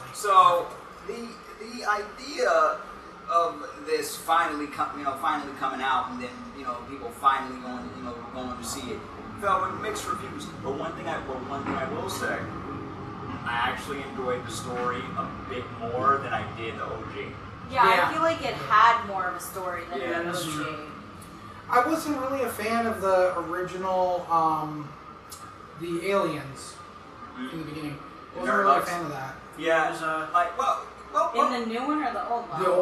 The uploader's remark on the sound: thanks to audio issues it took a while for us to clean it up